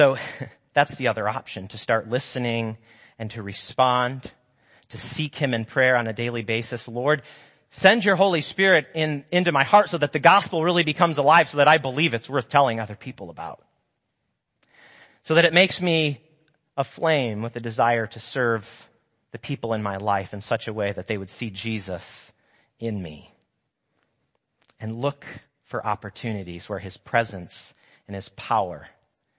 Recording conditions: large echoing room